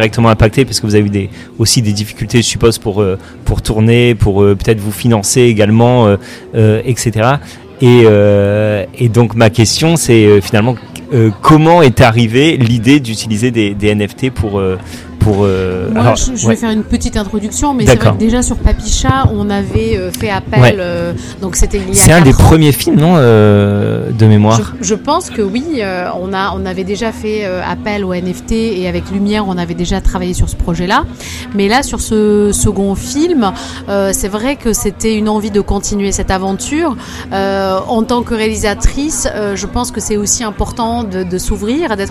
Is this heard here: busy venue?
yes